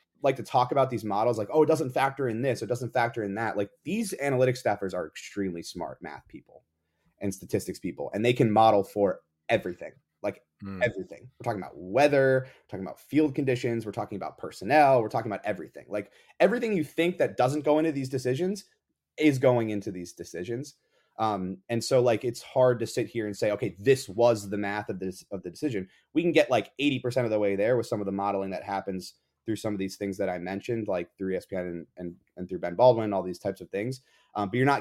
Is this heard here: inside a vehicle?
no